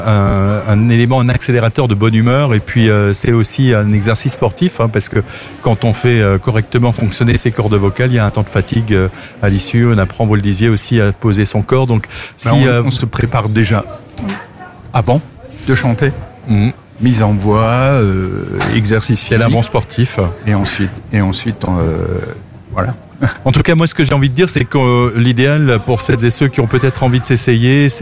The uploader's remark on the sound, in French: Dans le cadre de la fête de la musique, ce mercredi 21 juin 2023, AZUR FM a délocalisé ses studios. En direct depuis la place d'armes (scène brasserie le fox) dans le cadre de la fête de la musique.